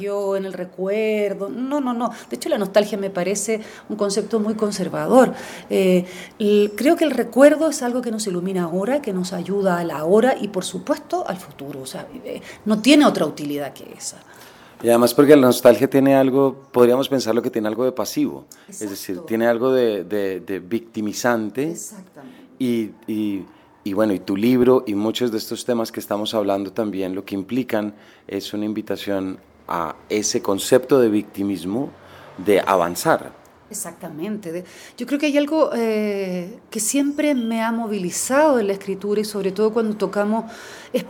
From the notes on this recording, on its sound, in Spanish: Traemos un capítulo grabado durante el Hay Festival Jericó 2024, al cual fuimos invitados por Comfama. Aprovechamos para realizar tres entrevistas màs cortas de nuestro formato habitual.